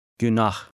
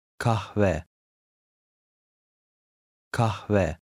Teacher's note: Turkish H is breathy in all positions.